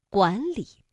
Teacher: 读二声阳平，比如管理，第二个理字依然读三声，第一个管字我们考虑到是因为两个上声字相连，所以呢不能读管理，而要把第一个字变成二声